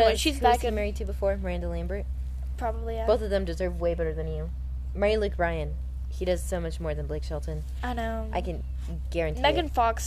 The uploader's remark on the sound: Please excuse the wind and dogs barking we are filming outside as a corona precaution.